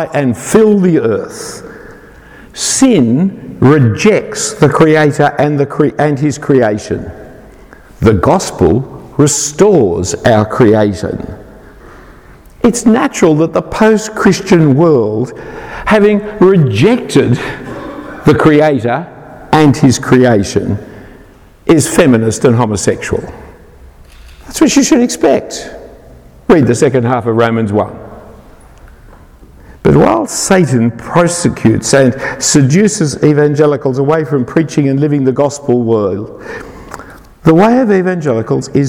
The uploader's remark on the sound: An individual talk given at All Saints Belfast in 2018